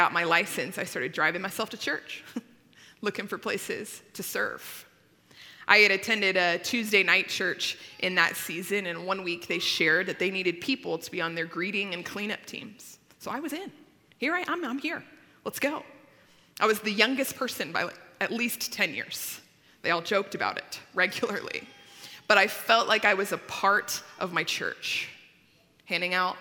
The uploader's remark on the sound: At Timberline Church. Live.